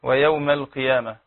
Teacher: القاف المكسورة تفخيم نسبي